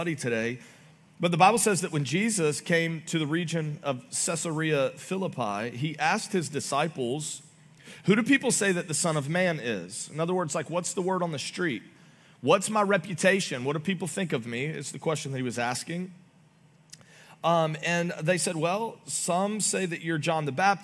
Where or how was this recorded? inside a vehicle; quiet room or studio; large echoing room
large echoing room